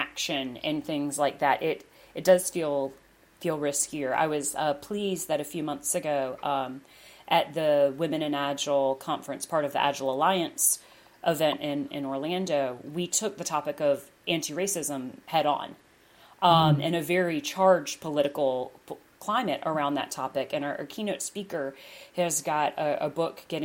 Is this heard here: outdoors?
no